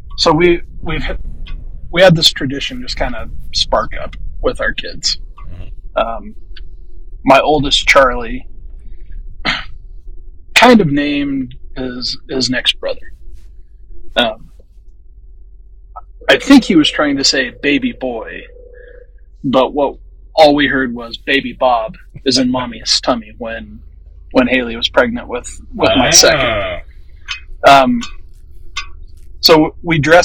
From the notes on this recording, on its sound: The audio in this episode is less than amazing